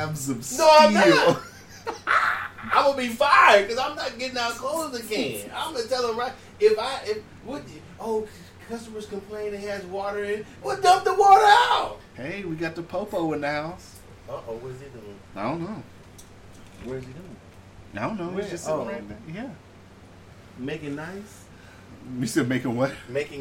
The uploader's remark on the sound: It’s still a heatwave in town as we are hitting record highs. Excuse the fan in background but it’s HOT!